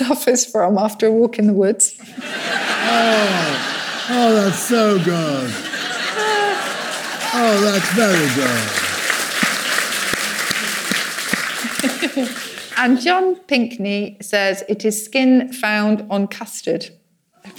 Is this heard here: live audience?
yes